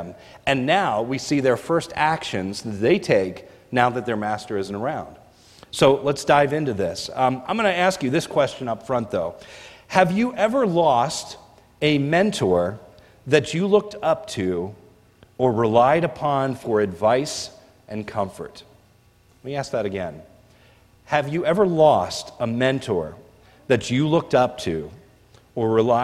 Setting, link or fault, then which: setting, large echoing room